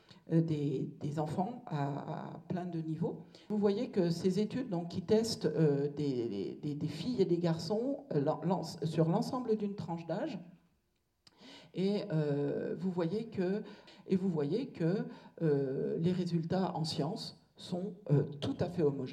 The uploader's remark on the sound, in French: Le lycée Condorcet de Saint Priest a accueilli. Elle est intervenue auprès des jeunes filles de 1°S. Ce podcast correspond à une partie de sa conférence.